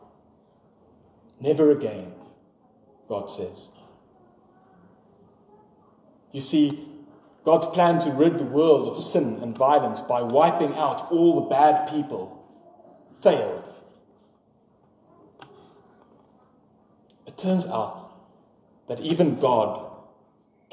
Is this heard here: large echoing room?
yes